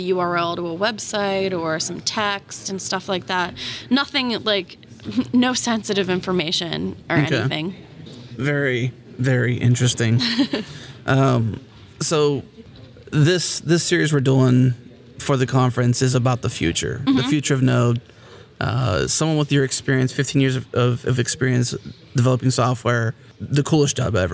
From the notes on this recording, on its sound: recorded at Node Interactive 2016